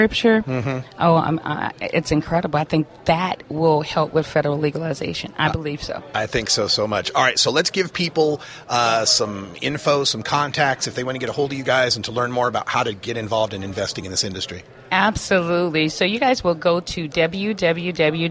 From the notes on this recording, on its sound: on location from the 2016 NCIA Cannabis Business Summit